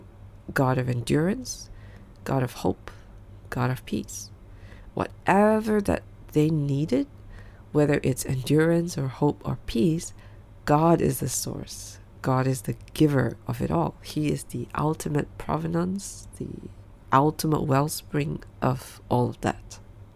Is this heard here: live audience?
no